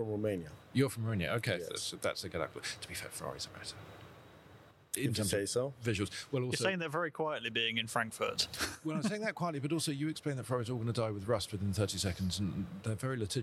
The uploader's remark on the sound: in a special podcast recorded in Frankfurt at Automechanika 2022